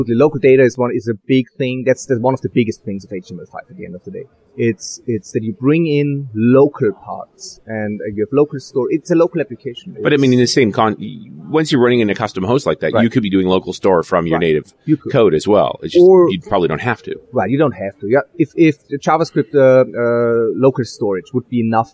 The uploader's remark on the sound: While at the Norwegian Developers Conference in Oslo, Norway